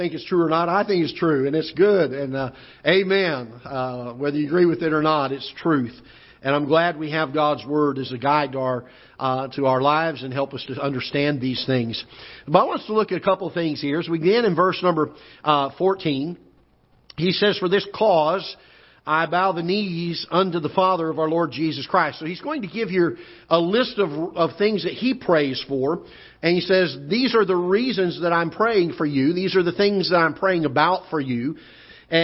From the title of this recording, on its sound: Ketha Heights Baptist Church ~ Live Broadcast